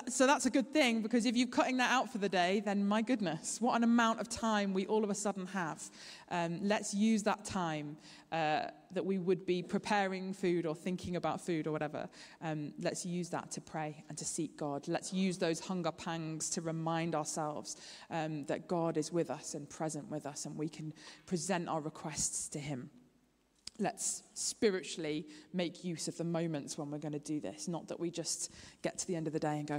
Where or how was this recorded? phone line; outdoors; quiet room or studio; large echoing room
large echoing room